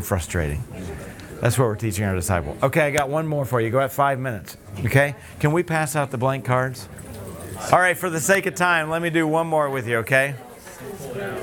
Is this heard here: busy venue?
yes